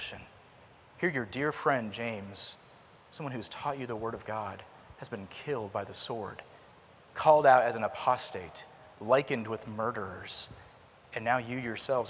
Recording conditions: large echoing room